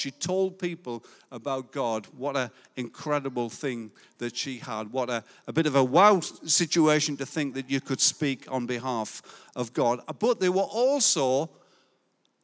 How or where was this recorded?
large echoing room